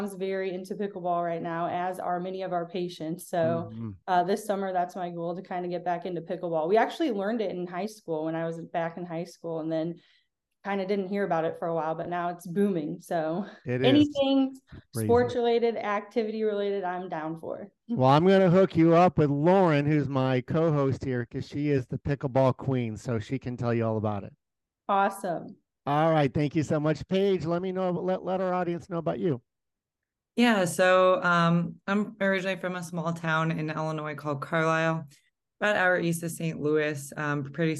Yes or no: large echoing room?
no